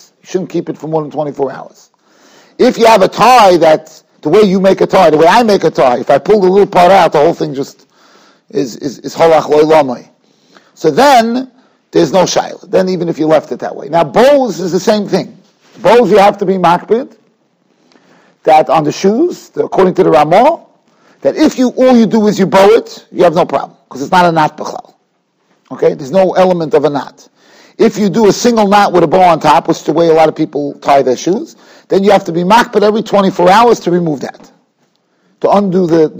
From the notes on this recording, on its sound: Shiur recorded in Yeshivas Ohr Reuven, Monsey, NY.